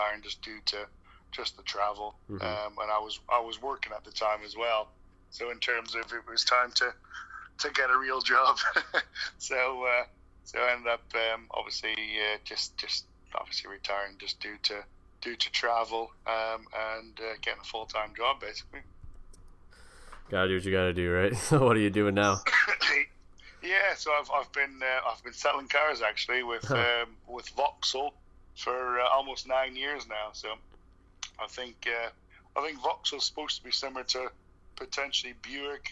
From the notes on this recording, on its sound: calls from the UK